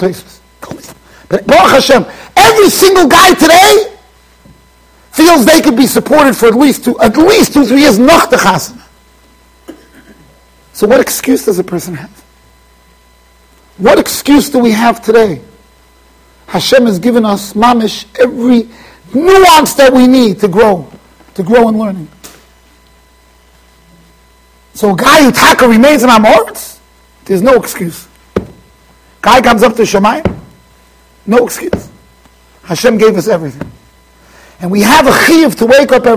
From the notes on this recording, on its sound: Shiur recorded in Yeshivas Ohr Reuven, Monsey NY.